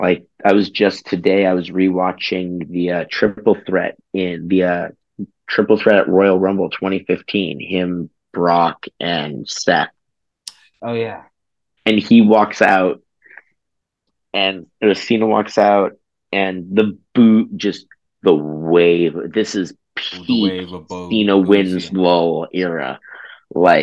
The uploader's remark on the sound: We also discover that Zoom only does the first 40 minutes of a video conversation for free which is why this episode is brief (LOL).